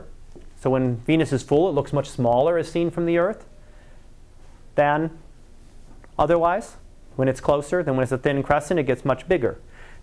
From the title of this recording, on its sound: Live Class Lecture